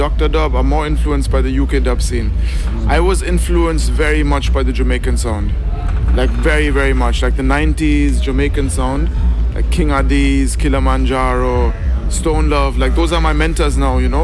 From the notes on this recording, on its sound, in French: Réalisée au Festival Dubcamp 2023. Radio Canut.